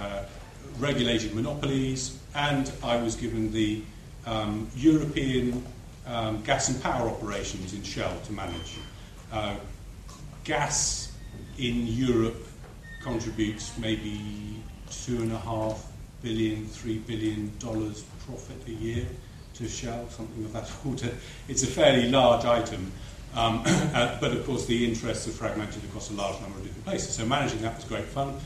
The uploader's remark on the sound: This recording was made live during the panel discussion at the Young Researchers in Mathematics 2009 Conference at the University of Cambridge.